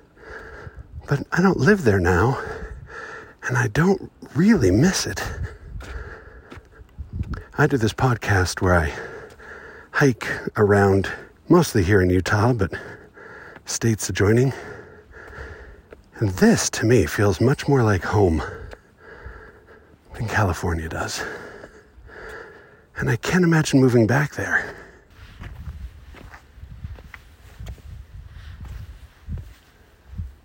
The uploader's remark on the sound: Recorded on the Watchman Overlook in Zion National Park. There are always too may people at Zion, but I found a spot where I could have some quiet privacy and record a poem. Unfortunately, technology was conspiring against me, and so this sounds kinda lousy.